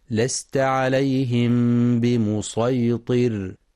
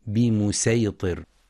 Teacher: وفي قوله تعالى لست عليهم بمسيطر، في كلمة بمسيطر ينتبه القارئ برواية حفص عن عاصم من طريق الشاطبية لقراءتها بالصاد خالصة · Shown in: first take · فلا يقرأ بالسين بمسيطر.